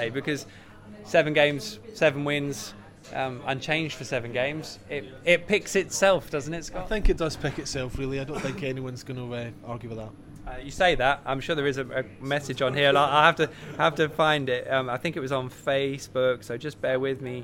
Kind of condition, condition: setting, busy venue